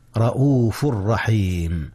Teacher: ولكن الإدغام هنا ليس بغنة، إذ الراء ليست من أحرف الغنة